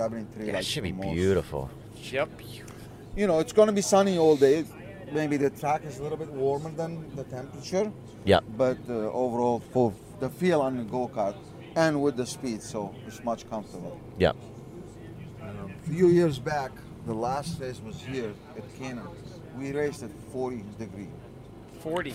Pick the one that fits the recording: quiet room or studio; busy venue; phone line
busy venue